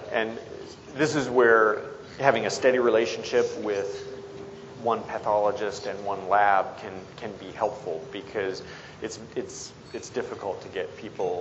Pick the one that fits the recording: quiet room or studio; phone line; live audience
live audience